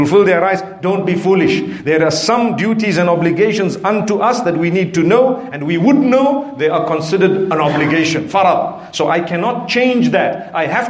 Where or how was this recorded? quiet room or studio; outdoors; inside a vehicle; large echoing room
large echoing room